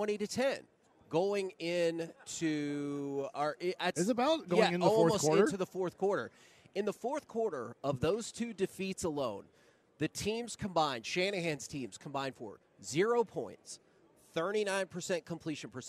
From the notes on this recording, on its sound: LIVE from Radio Row in Las Vegas!